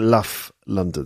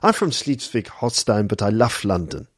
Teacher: the V sound in love is being replaced with a F sound